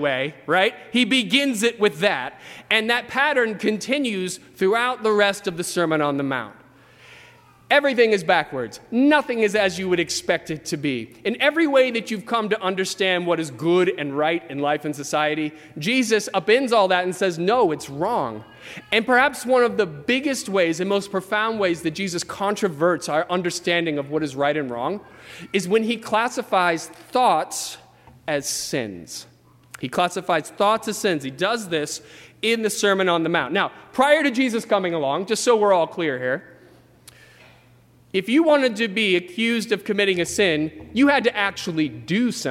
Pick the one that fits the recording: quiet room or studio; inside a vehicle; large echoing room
large echoing room